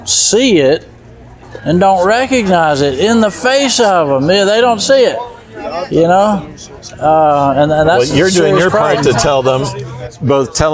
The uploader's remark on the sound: at the recent Homesteaders of America conference